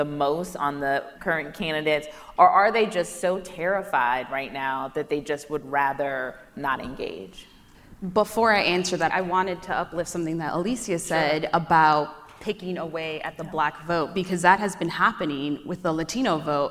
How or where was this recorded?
busy venue